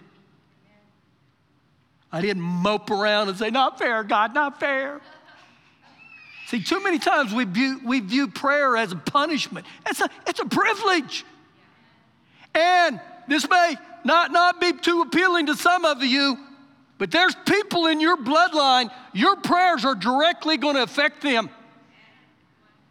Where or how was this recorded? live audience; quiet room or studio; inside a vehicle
live audience